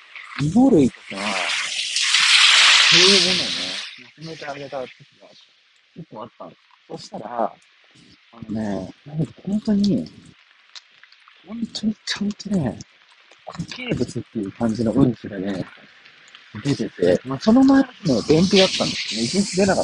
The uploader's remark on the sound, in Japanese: 音声が劣悪です。急遽、急いで録音している話です。